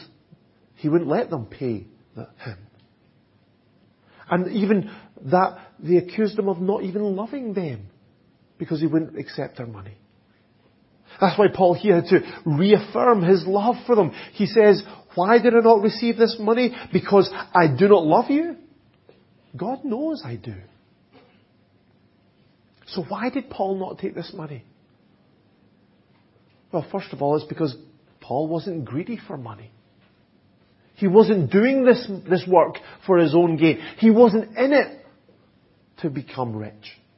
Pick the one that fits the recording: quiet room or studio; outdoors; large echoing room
large echoing room